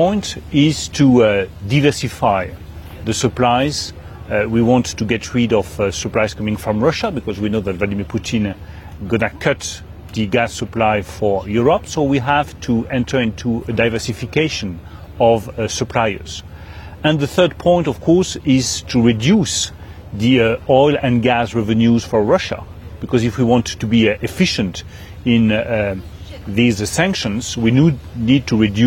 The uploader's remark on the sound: At the Ambrosetti Forum. We are also live in Downing Street ahead of the Conservative Party leadership contest result.